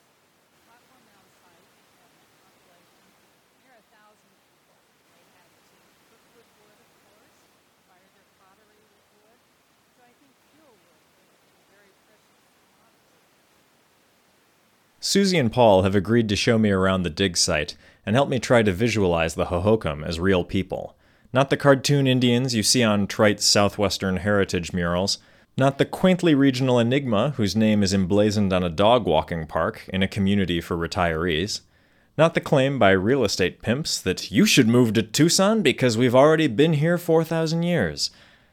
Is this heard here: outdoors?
yes